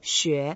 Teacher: the second tone goes up a little bit